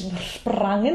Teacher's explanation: we have this sprangen with a very nice rolled R